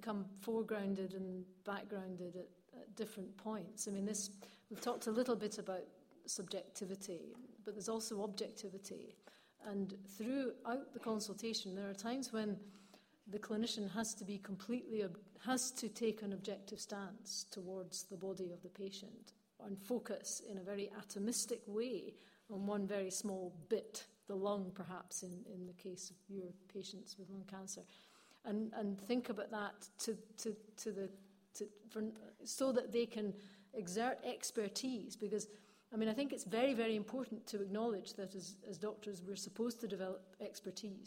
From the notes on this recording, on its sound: Questions from the audience